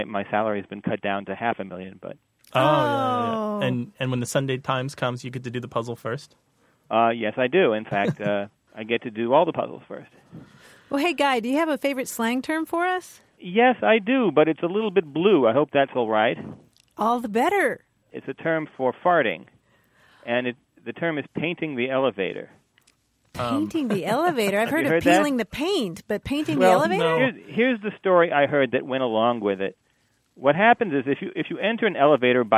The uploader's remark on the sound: A pilot phones the show